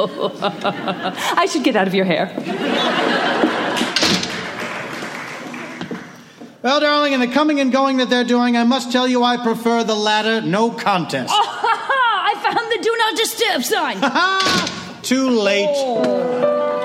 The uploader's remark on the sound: Recorded Live 5/23/2015 at the Opera House in Wellington, New Zealand.